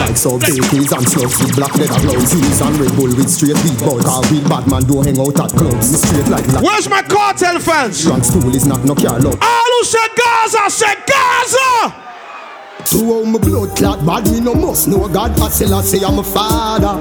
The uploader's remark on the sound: Live Dancehall Set at Bashment Party